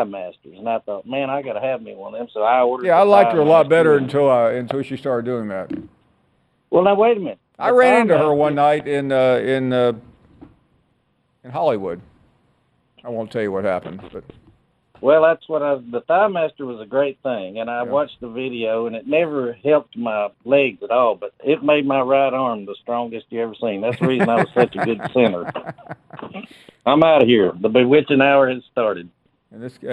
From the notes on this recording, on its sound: We wrap the show up with an hour of your phone calls